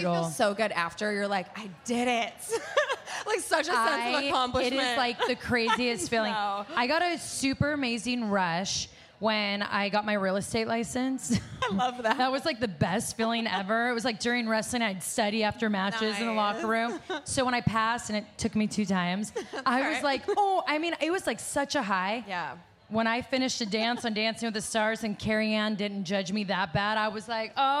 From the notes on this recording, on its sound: It was the first live Bellas Podcast of 2022